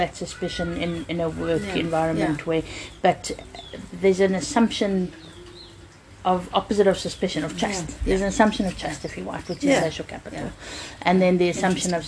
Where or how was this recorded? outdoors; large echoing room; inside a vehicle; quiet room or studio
outdoors